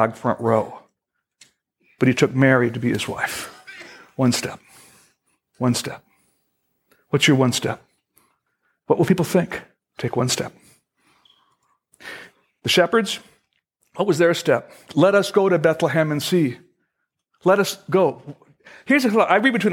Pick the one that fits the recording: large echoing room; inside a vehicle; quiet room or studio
large echoing room